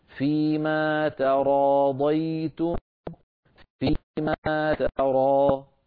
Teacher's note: فلا نفخم التاء بسبب مجاورتها للراء، قد تتحول إلى طاء إن فعلنا ذلك. · Term: تاء مرققة